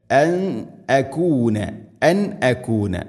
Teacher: സാക്കിന നൂന് ശേഷം ഹംസ വന്നാൽ ഇദ്ഹാർ ചെയ്യണം, മണിക്കാതെ വെളിവാക്കിച്ചിരിക്കുകയാണ് വേണ്ടത്